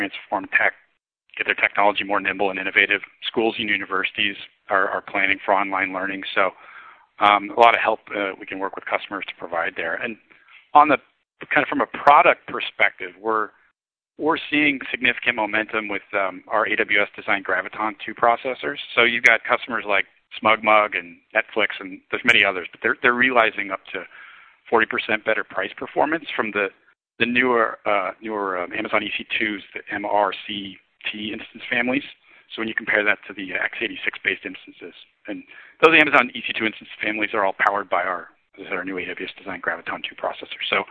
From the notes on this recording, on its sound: Earnings Conference Call